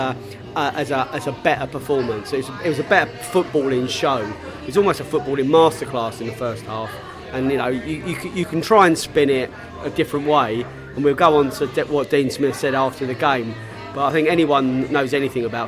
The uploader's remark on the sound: Pre-Match Podcast From The Pub